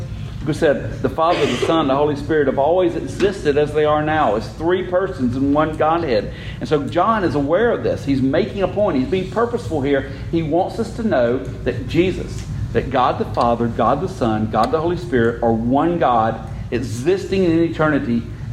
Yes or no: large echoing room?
yes